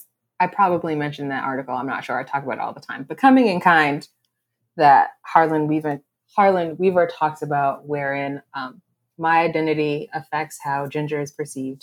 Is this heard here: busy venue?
no